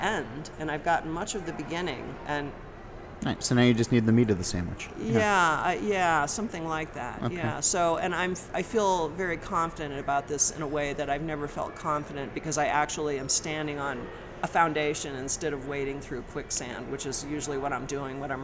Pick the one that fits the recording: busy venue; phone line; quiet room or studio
busy venue